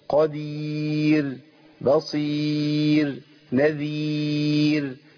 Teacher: وقلنا ايه ناخدها ايه اي كلمه على وزن بير نقف عليها على طول بايه بتسكين الراء وترقيق الراء